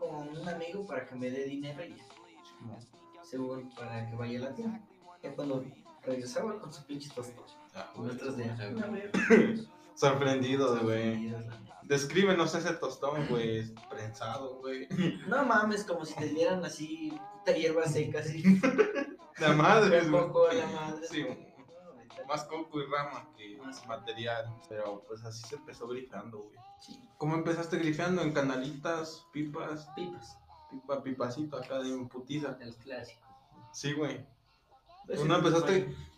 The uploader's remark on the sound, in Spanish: Primero que nada banda una disculpa por el audio. No se grabó en las condiciones más óptimas.